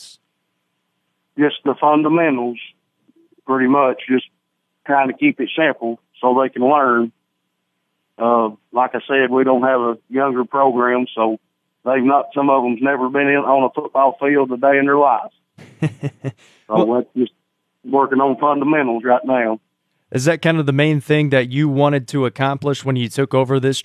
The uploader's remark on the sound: Coaches from around the Upper Cumberland hopped on the phone to preview their upcoming seasons'.